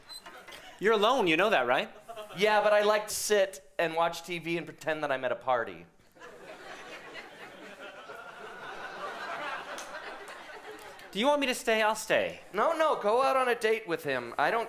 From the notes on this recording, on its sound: team up for a hilarious improv set in at the 2013 Just for Laughs Festival in Montreal!